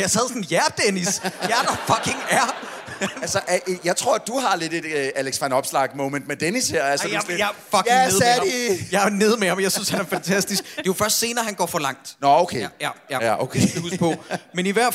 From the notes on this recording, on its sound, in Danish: Vi er LIVE på Bremen